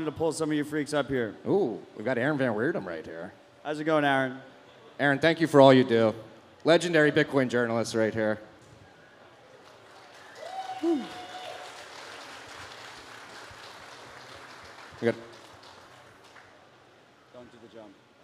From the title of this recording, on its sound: LIVE IN MIAMI